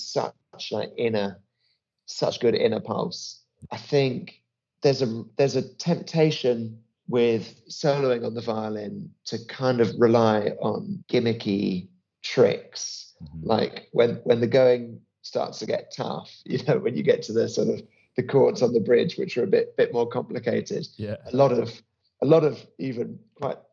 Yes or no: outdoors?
no